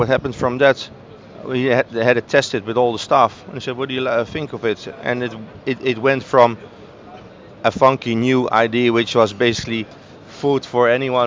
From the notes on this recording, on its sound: Live From Seafood Expo Global.